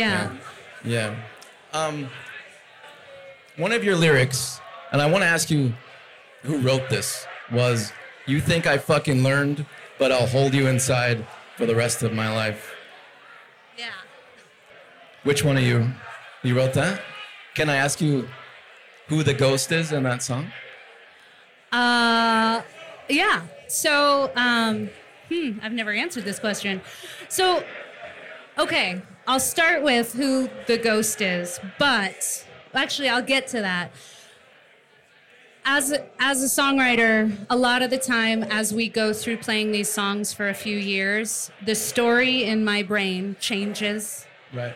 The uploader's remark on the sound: Recorded live at Number Thirty Eight in Denver.